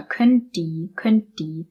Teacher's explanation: Und dadurch, dass dieser Schwa-Laut wegfällt, verbinden wir könnt die. Das T klingt mehr schon wie das D.